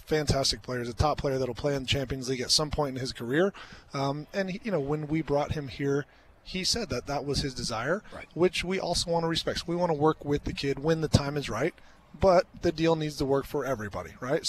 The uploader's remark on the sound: LIVE from MBS!